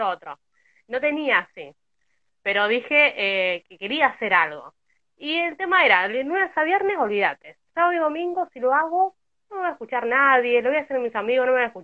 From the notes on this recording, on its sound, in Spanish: Fue realizado en directo por Instagram